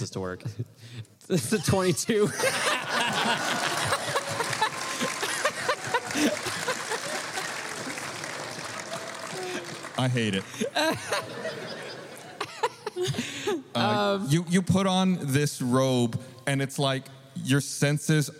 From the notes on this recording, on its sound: filmed LIVE at RTX 2022